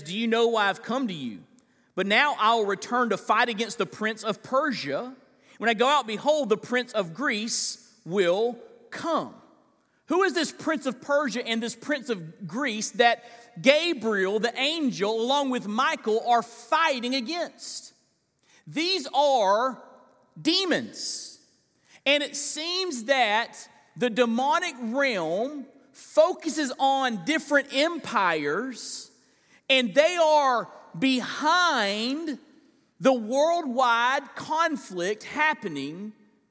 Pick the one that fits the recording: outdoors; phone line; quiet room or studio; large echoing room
large echoing room